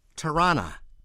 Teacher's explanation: the locals do not pronounce it Toronto, as we were all taught eons ago, enunciating the second T in the city's name. They say Tirana.